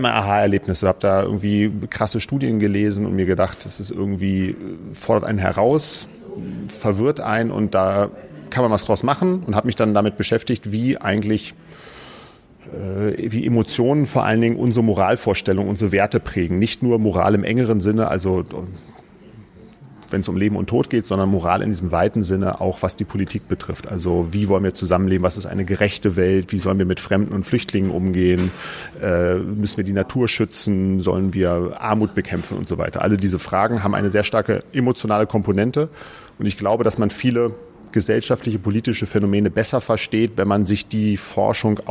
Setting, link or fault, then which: setting, busy venue